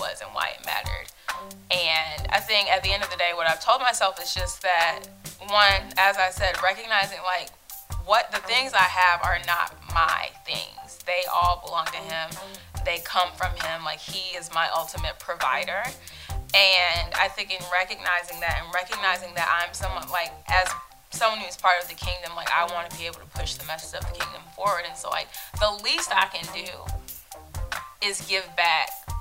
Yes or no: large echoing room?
no